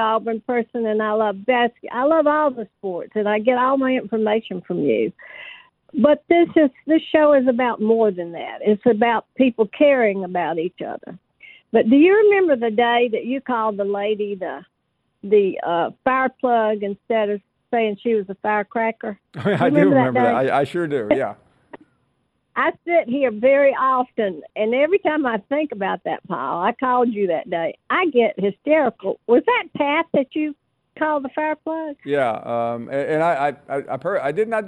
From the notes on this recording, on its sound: We wrap things up with more of your phone calls.